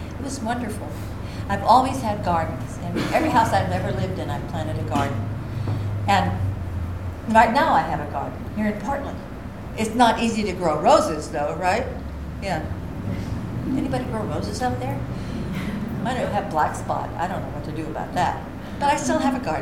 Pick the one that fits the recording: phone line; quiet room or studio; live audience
live audience